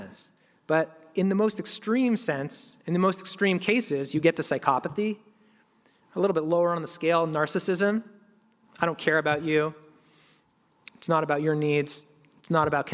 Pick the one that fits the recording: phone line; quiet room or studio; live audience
live audience